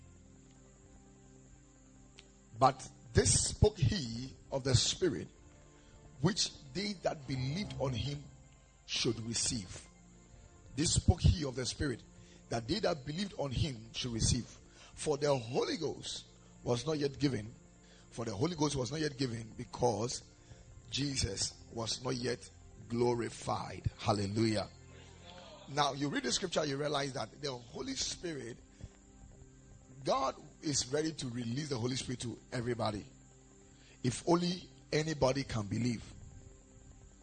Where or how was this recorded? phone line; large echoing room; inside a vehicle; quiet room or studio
large echoing room